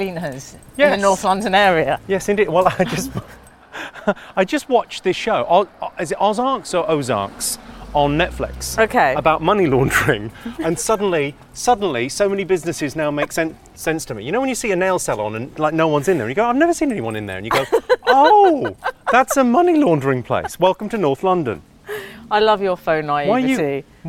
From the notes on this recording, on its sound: A ramble on Hampstead Heath.